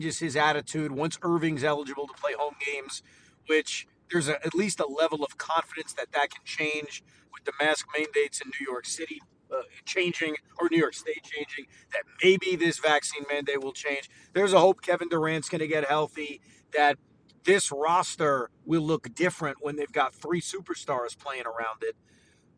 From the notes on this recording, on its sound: Drive home reaction. While driving home.